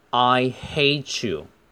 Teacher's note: I hateyou，其实就是 I hate you 的连读，t 跟 y 可以连在一起读成 ch